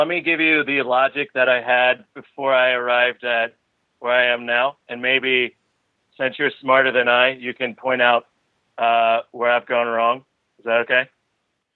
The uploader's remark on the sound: Sunday Call In Show